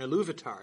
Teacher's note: It's the second instead of the third syllable that's stressed.